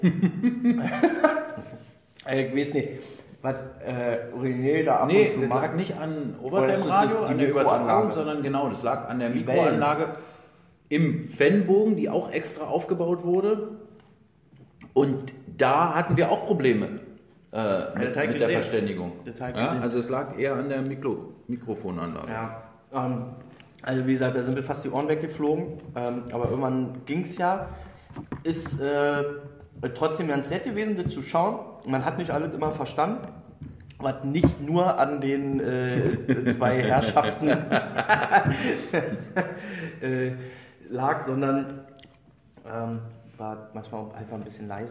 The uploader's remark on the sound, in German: Der Livepodcast